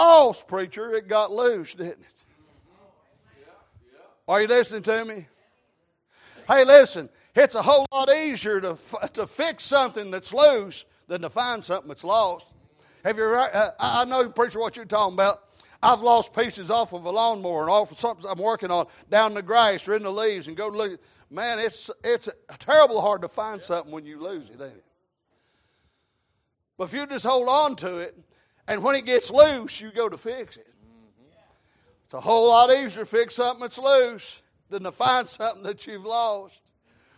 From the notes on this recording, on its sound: Sunday Evening Service